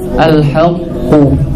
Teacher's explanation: Qaf itu kan dia sifatnya isti'alah, tebal, kuat.